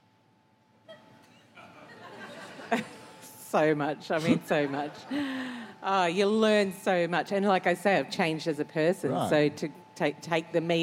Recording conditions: live audience